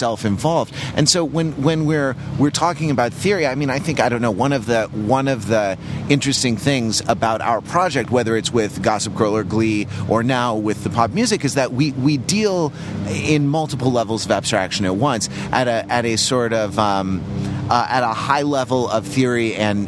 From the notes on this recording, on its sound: take a walking tour of New York